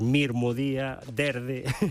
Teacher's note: Sí, señor, así se chama o rotacismo, que sabes que diante dunha consoante sonora na provincia de Ourense pronunciamos en vez dun S, un R, igual que decimos mirmo día, derde.